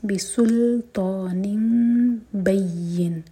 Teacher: है, तो तनवीन चेंज हुई मीम में, इकलाब हो रहा है, नून का साउंड मीम में चेंज हो रहा है, मीम को होल्ड करेंगे दो सेकेंड्स, बिसुल्तानिन बैयिन, या पर शद्दा तो या को स्ट्रॉन्ग पढ़ना